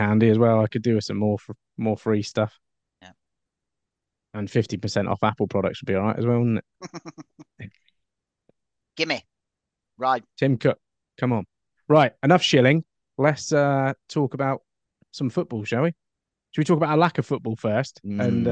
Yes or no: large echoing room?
no